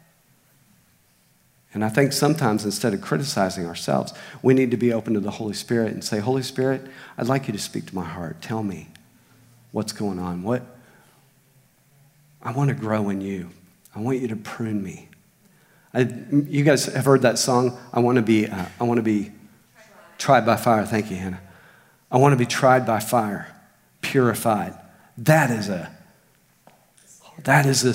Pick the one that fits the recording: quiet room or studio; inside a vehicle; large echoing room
large echoing room